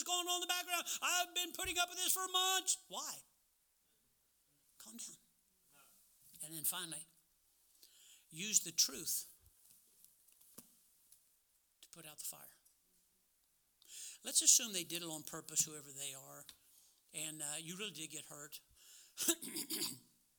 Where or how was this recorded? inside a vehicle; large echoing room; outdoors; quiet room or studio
large echoing room